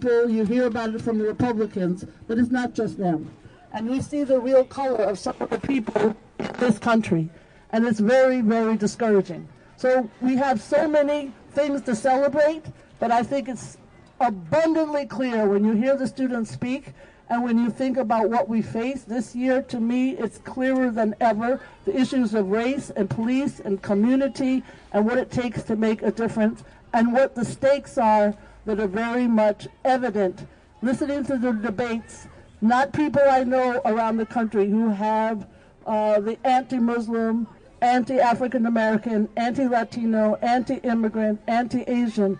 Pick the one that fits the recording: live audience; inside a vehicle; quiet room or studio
live audience